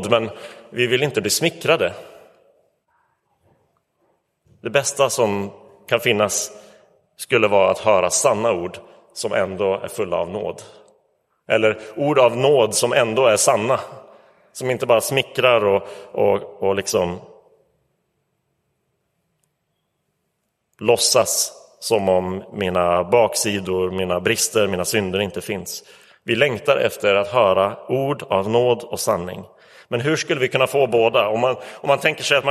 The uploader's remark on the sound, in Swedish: Inspelad i Roseniuskyrkan den 25 december 2023.